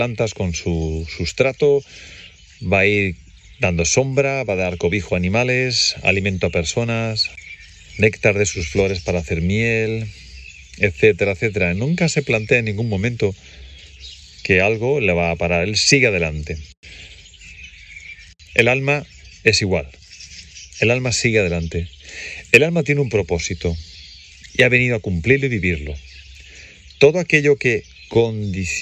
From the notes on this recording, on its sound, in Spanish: Este episodio fue grabado durante un paseo reflexivo y contemplativo en la Naturaleza